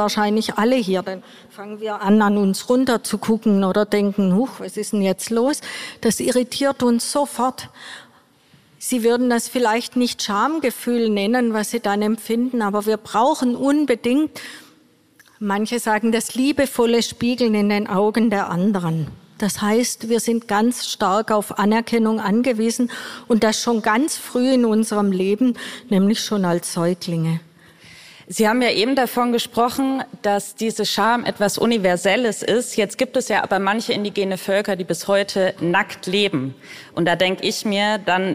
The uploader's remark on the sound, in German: Die Folge wurde beim "Beats & Bones Podcast-Festival" im Naturkundemuseum Berlin aufgezeichnet.